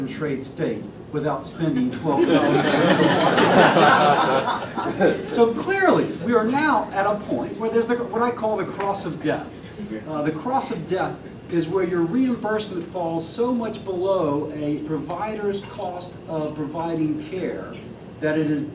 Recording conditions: live audience